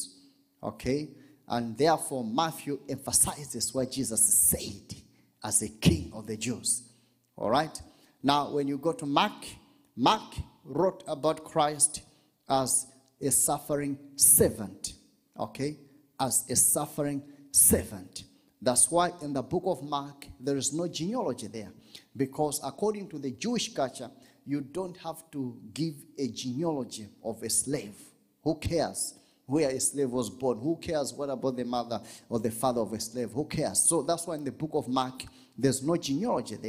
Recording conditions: live audience